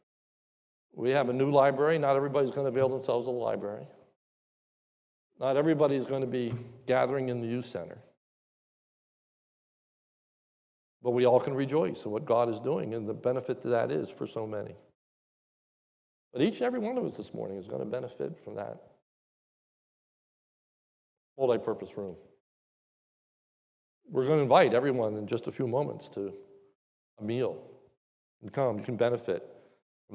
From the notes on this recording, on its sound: This is the message that was preached during our New Building Dedication Service on 10/24/2021 during our morning service.